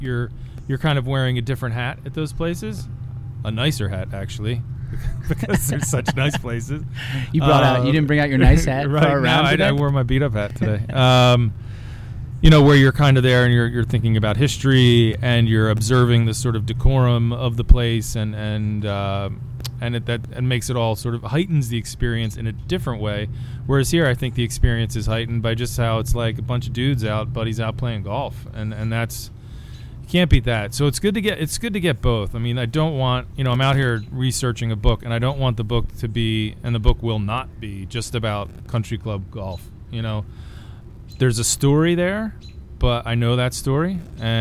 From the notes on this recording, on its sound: At Downer’s Grove Golf Club for our first live podcast after a fun round at the site of America’s first 18-hole golf course.